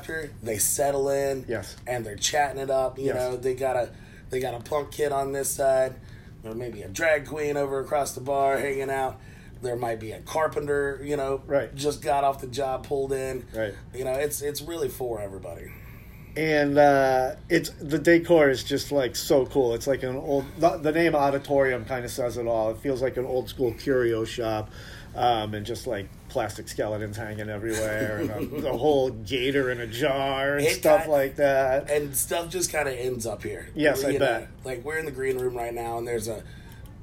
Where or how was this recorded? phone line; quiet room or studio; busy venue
busy venue